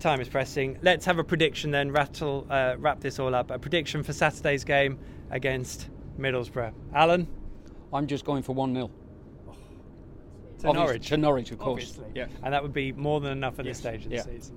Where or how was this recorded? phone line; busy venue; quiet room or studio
busy venue